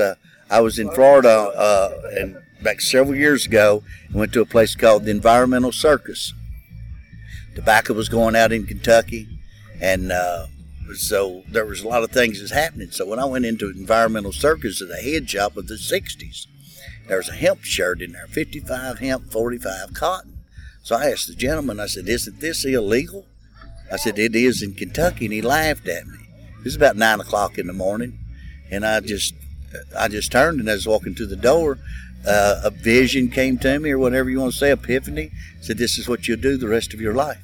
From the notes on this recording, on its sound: at the event at Hemp In The Holler in Livingston KY